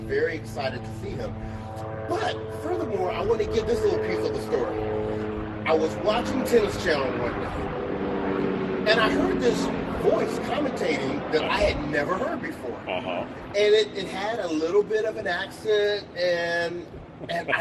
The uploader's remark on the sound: Walking the grounds of the Indian Wells Tennis Garden for the 2021 Edition of World Team Tennis